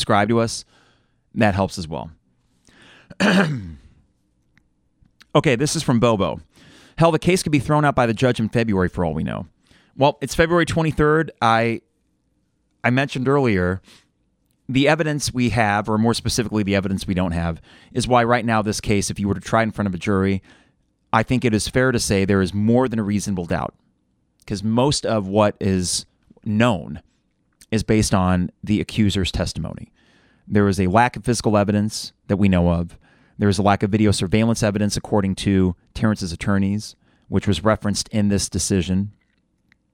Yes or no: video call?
no